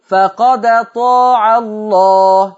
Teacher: نشيل الهمزة وناخد الفتحة دي نحطها على الدال